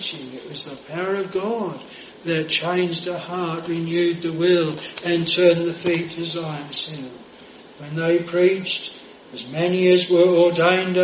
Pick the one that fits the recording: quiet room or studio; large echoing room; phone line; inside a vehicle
large echoing room